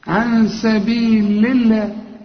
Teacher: رققنا لفظ الجلال علشان اللام هنا مكسورة